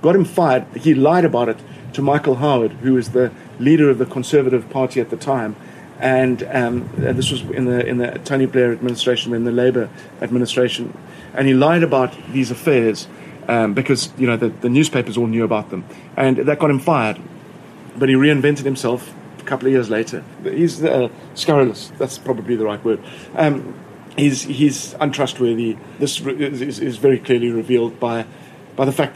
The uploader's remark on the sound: Recorded in his garden in Cape Town.